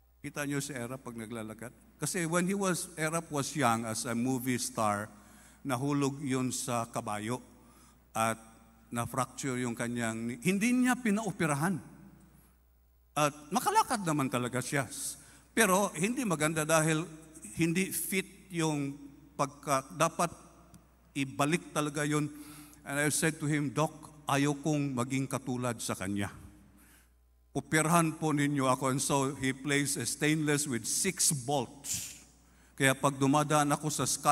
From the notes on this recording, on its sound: This podcast was recorded live last March 19, 2023 at Zamboanga City Alliance Evangelical Church.